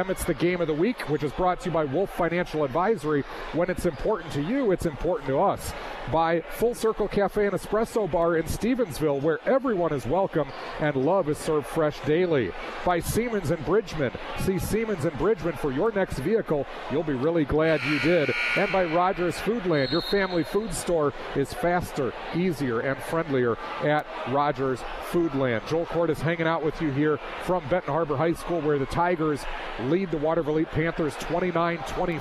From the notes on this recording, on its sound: As you heard on News/Talk/Sports 94.9 WSJM. All of the action from Farnum Gymnasium as Watervliet headed to Benton Harbor to face the Tigers.